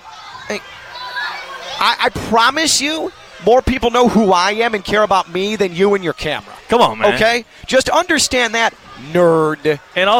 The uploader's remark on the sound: LIVE from NRG Stadium in Houston